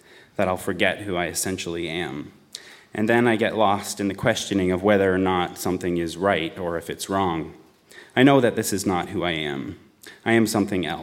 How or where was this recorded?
live audience